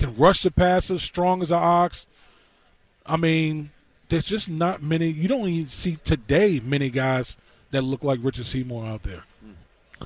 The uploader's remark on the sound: live from Radio Row in LA